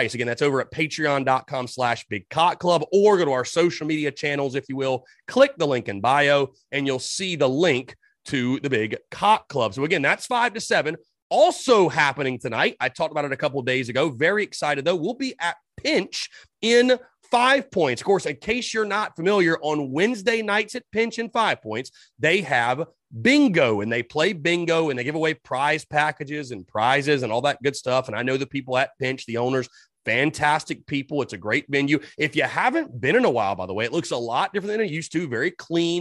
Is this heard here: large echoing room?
no